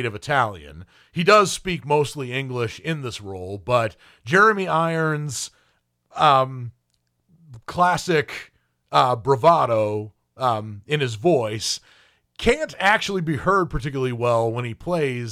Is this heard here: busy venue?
no